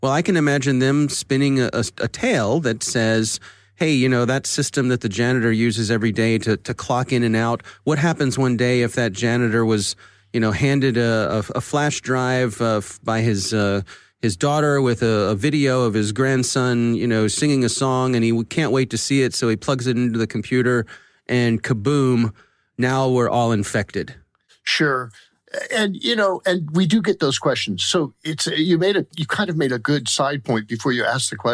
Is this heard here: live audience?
no